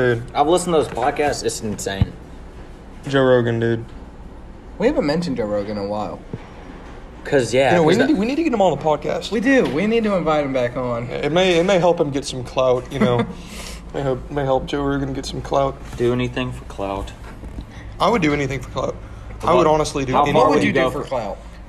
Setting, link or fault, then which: setting, busy venue